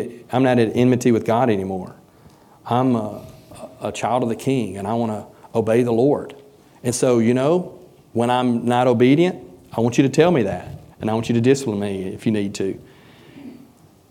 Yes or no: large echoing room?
yes